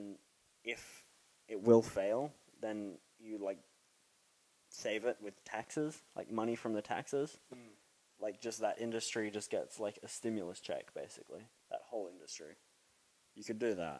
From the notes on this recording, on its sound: Sorry for the Trashy Audio